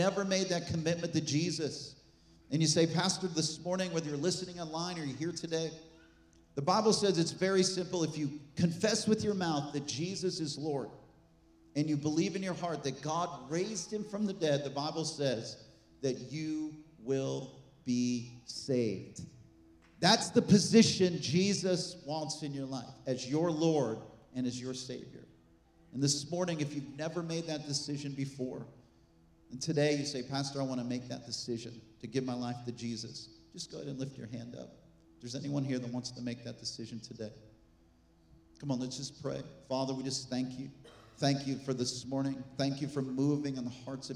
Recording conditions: large echoing room